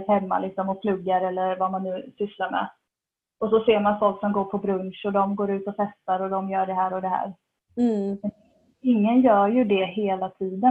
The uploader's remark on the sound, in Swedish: sämre ljudkvalité pga inspelning via zoom